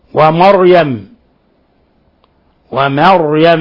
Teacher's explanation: ومريم التفخيم للراء وليس للميم